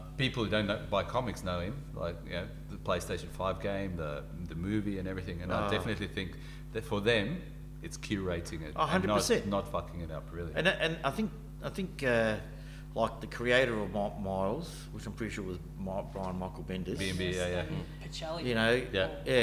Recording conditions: busy venue